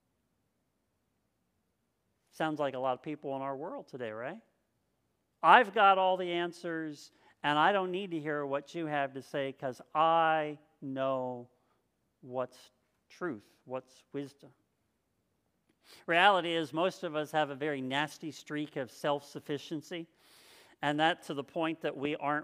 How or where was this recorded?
large echoing room